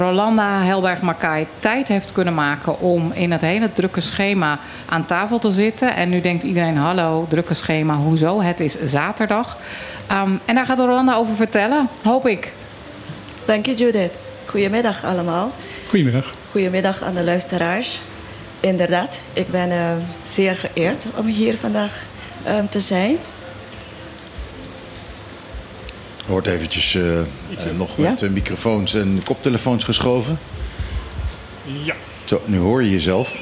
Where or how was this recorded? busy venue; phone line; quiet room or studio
busy venue